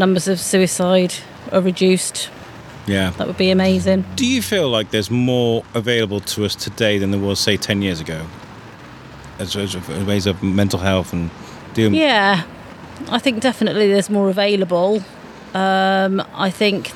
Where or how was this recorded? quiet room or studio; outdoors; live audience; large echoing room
outdoors